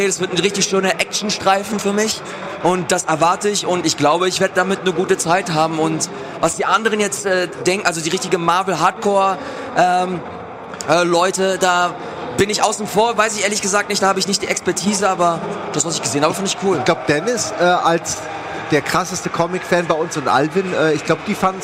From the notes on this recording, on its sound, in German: Wir sind das erste Mal live! Von der Rocket Beans-Bühne in Halle 7.